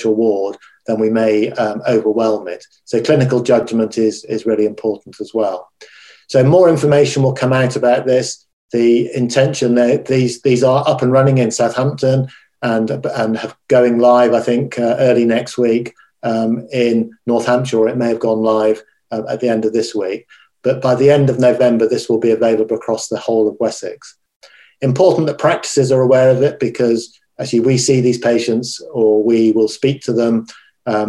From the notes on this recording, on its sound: this recorded webinar